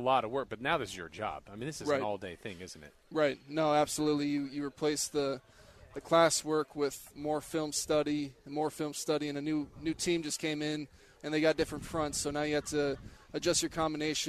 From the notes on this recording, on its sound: Joins The Lo-Down at Raiders Training Camp.